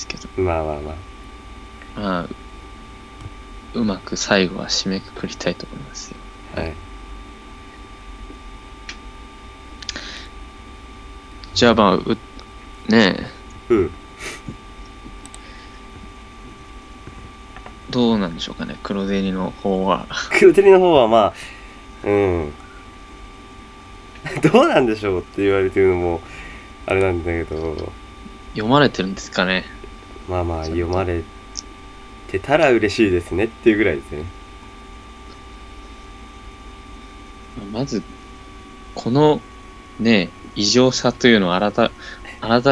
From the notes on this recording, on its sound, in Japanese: 雑音にご注意を